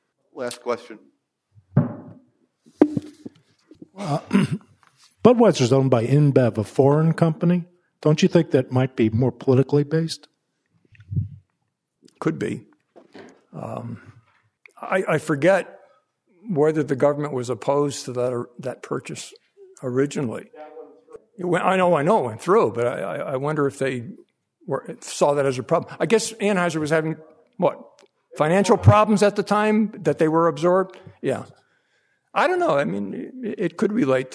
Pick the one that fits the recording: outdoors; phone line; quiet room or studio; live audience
live audience